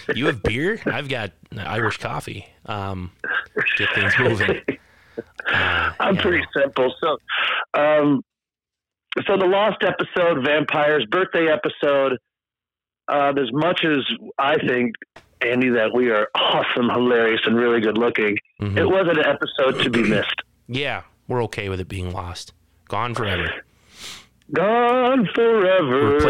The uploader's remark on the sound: Well we lost the original recording for Episode 87: Vampyres. However your fearless hosts connected over the phone to do a fast review of the movie.